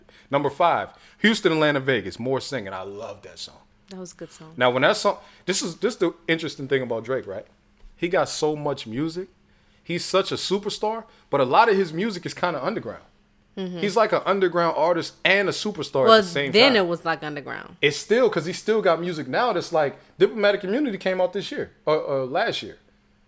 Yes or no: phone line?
no